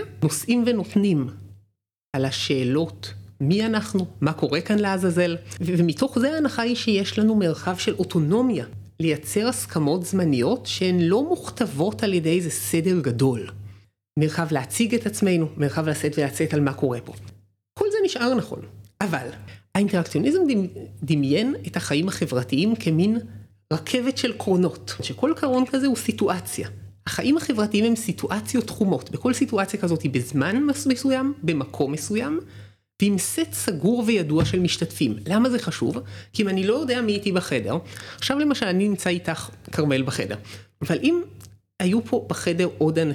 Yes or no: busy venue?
no